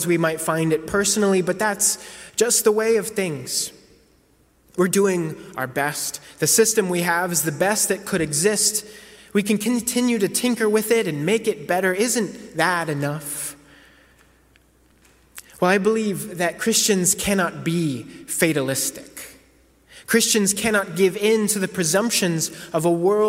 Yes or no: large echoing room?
yes